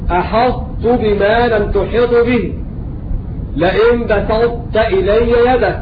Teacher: يسمى إدغاما ناقصا للمحافظة على الاستعلاء والإطباق في الطاء